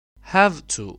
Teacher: Have kelimesinin sonu v ile bitirmemize rağmen have to olunca gelen to eki sonunu f şeklinde seslendirmemize sebep olur · Term: regressive assimilation